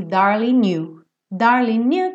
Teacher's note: Como o G não é pronunciado, o N já juntou no You Darling New.